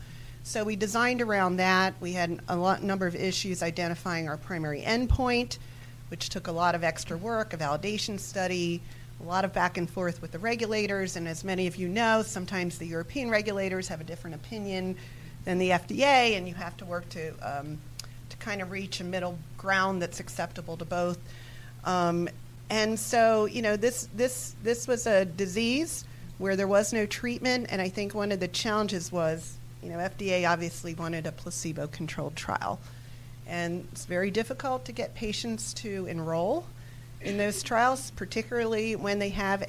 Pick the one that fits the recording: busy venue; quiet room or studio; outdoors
busy venue